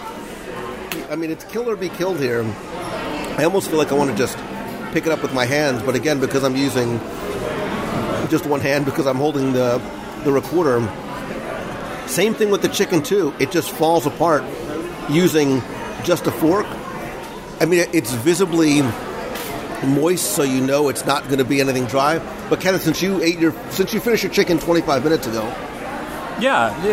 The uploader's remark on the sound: Polite Pig at Disney Springs LIVE Dining Review. This week, I invite you to join me for lunch at The Polite Pig in our live dining review.